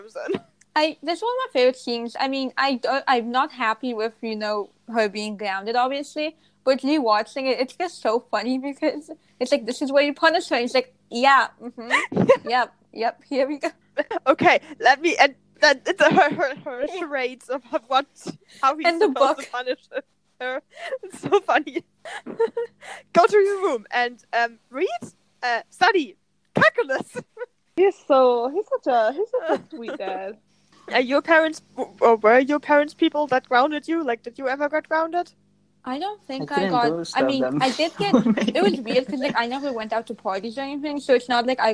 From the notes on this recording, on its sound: while fighting against bad Wi-Fi connections.